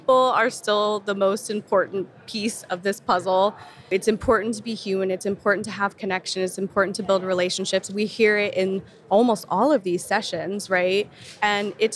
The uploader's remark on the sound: interview on the show floor of last year’s B2B Sales & Marketing Exchange